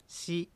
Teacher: 外国語の得意な人ほどスイのように発音しがちですが、アイヌ語ではシですので注意しましょう